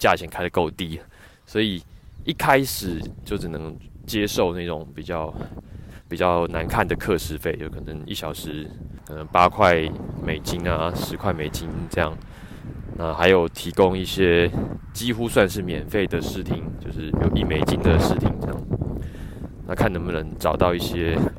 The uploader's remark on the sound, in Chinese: 散步聊天的單元。由於最近採取邊走邊聊的錄製形式，收音品質沒有室內那麼好，請聽者包涵。